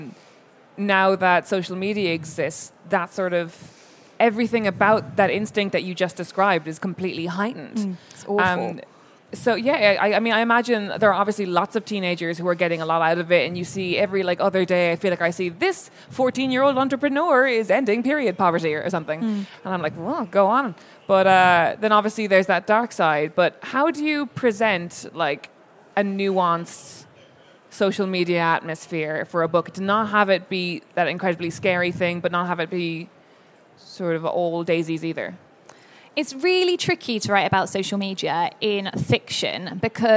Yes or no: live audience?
yes